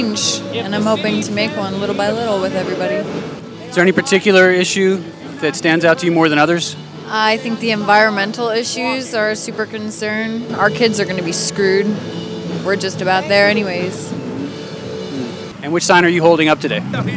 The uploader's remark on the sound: Live from Occupy Wall St. Zuccotti Park.